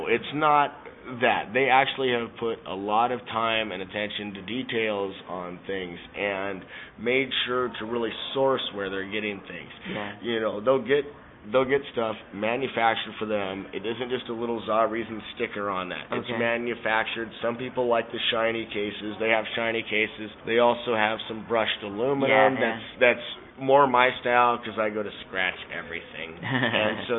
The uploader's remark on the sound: recorded at SELF 2010